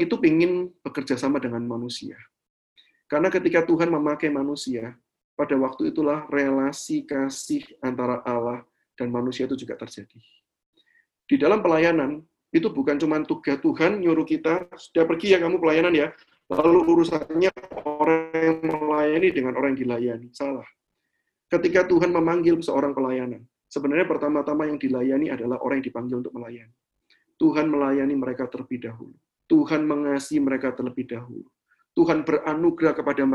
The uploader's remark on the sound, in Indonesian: rekaman Webinar yesHEis